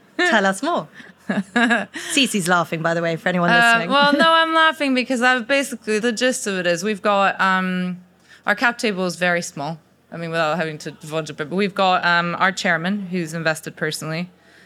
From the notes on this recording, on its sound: Audience Q&A